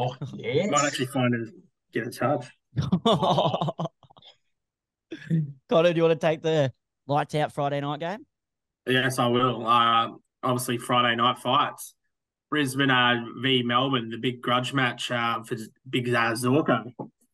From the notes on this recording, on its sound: the boys had to turn to zoom for this week